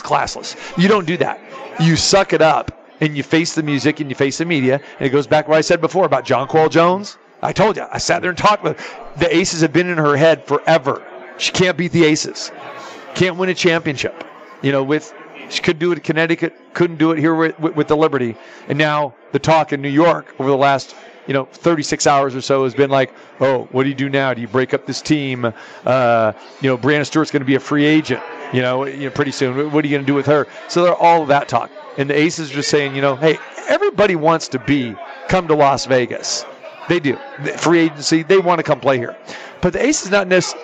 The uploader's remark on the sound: Live from the Super Book at Westgate Las Vegas